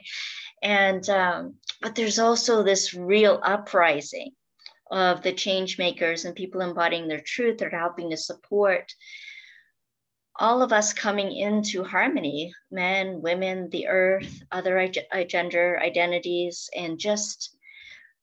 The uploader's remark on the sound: Today she is zooming in from San Diego, CA.